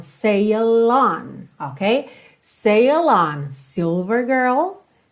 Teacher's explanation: Repara como você junta sail, que termina em L, no on